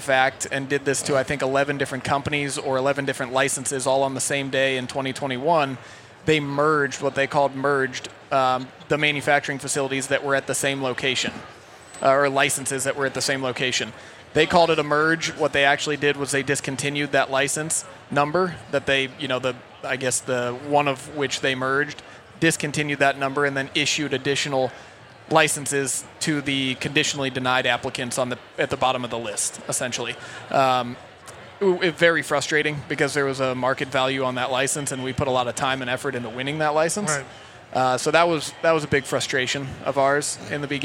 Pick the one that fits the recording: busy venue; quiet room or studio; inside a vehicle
busy venue